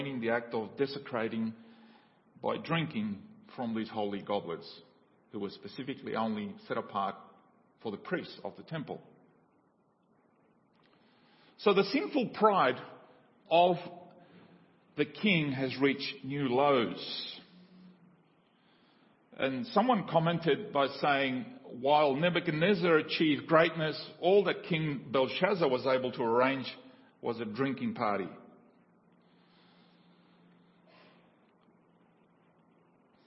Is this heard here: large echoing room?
yes